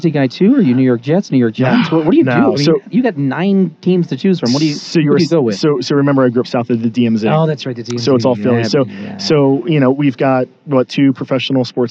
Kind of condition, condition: setting, busy venue